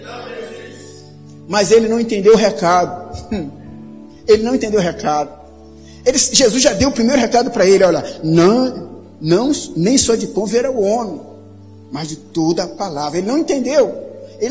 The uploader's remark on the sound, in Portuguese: Áudio da mensagem ministrada no Culto da Vitória realizado na Quinta-Feira, 11.04.2019 na Igreja Cristo Salva Campinas.